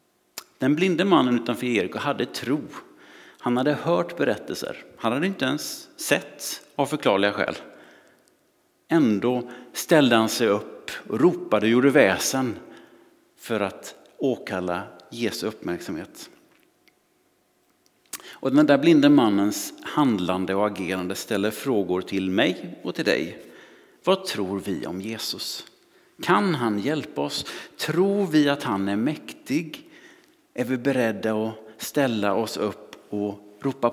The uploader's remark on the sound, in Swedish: Inspelning från Immanuelskyrkan Skövde.